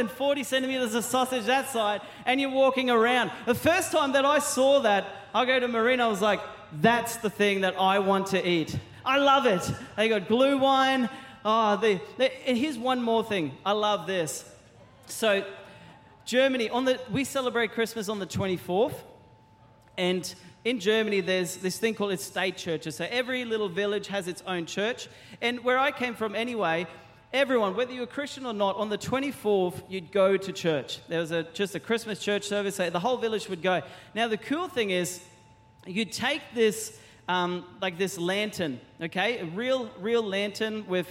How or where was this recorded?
large echoing room